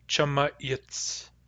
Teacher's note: Notice that the S of chumas turns into a hard Y. Chumayits. This is a special kind of hardening.